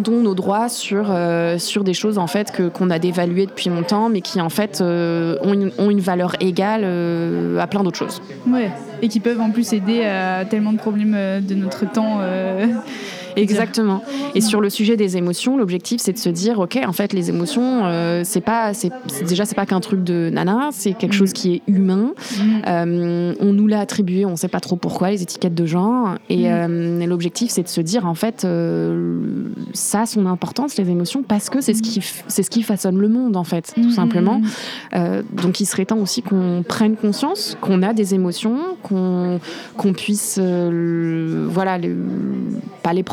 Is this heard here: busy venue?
yes